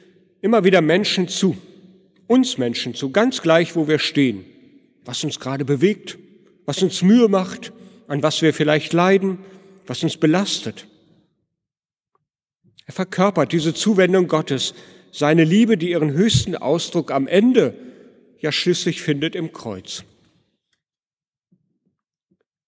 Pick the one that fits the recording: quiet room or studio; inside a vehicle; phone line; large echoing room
large echoing room